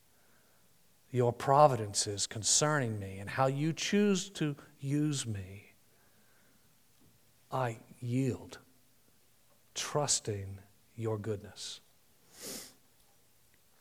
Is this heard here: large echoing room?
yes